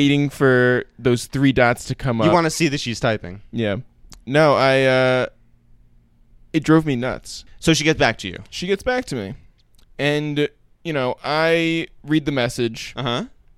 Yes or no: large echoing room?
no